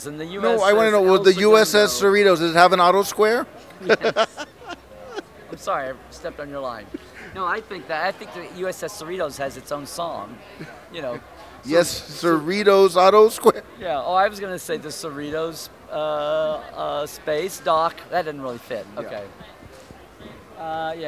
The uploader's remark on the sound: Day 5 of STLV 2019. I had time to walk around and interview people when I wasn’t in The Nimoy Theater live tweeting panels.